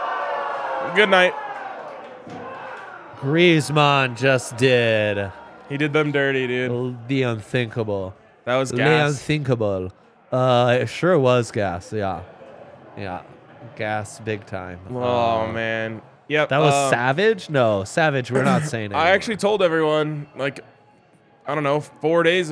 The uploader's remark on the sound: LIVE from the DNVR Bar.